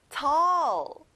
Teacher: tall이 아니라 어 소리가 나요.